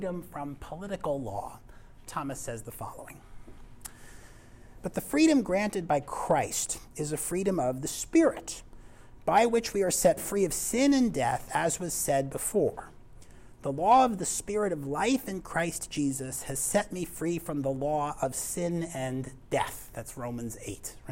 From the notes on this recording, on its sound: This lecture was given on November 7th, 2023, at University of North Texas.